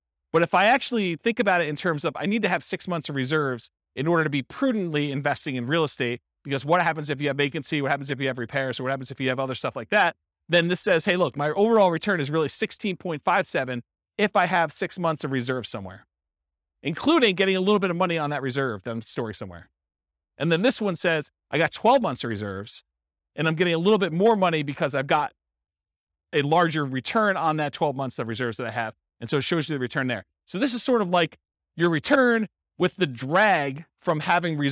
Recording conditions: live audience